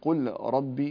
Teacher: اللام تدغم في الراء من قبيل الإدغام المتقارب، لأن اللام قريبة من الراء فندغمها